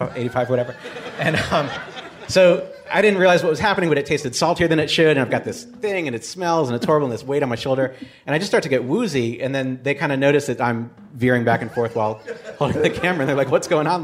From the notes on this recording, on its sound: Live WTF from the Riot LA Alternative Comedy Festival